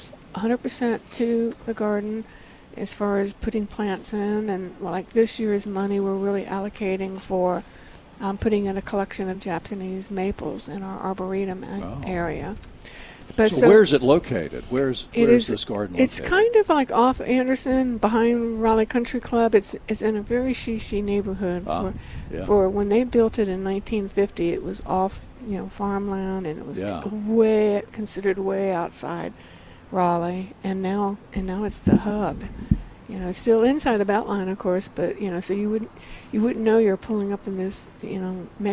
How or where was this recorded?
busy venue